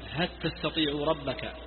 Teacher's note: الكسائي يضرب اللام في التاء